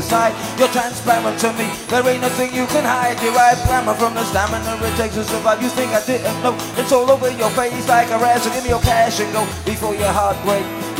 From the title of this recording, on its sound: Live from MEN Arena Manchester